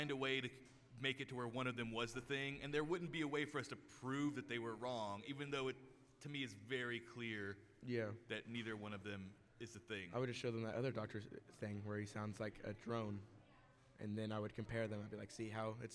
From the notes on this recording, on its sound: LIVE from RogueCon'23